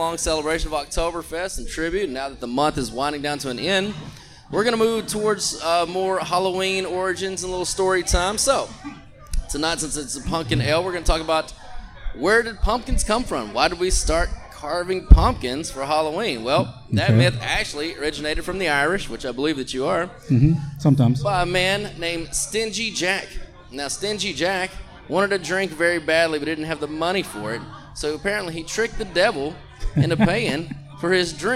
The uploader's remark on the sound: We did this one live from The Chop House Live in Roanoke!